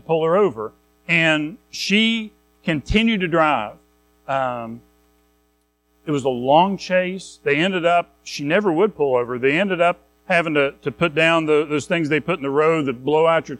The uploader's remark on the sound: Recorded at Madison Baptist Church in Madison WV on February 19, 2023.